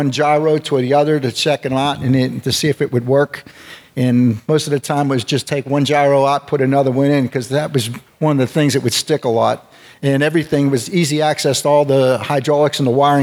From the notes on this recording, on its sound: Listen to the stories and voices of local veterans recorded live August 17, 2016 at Memorial Park Presbyterian Church in Allison Park, Pennsylvania.